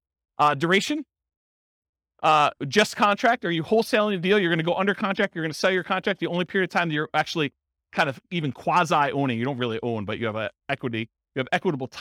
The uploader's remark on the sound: This was a live class recorded. In Renton, Washington.